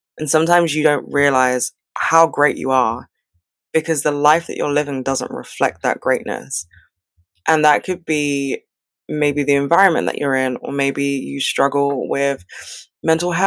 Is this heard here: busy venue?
no